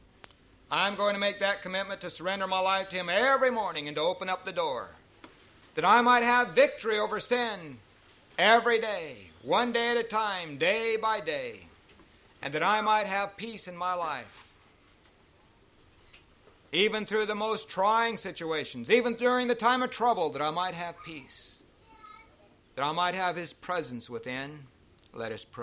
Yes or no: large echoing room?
yes